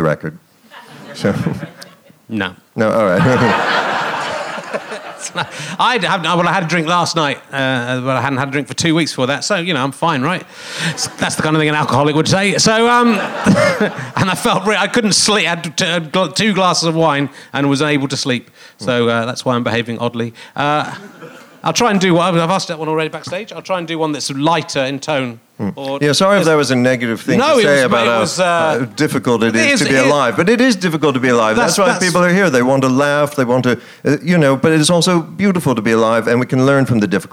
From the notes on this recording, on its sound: Leicester Square Theatre Podcast.